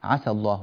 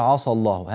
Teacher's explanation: وكلمة عسى ينبغي أن يعتنى بترقيق السين فيها حتى لا تتحول إلى صاد · Shown in: first take